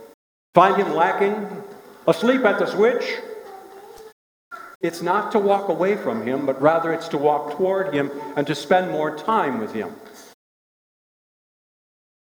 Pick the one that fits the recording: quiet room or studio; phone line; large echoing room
large echoing room